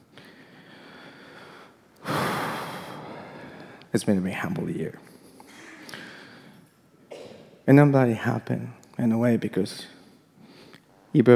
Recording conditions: live audience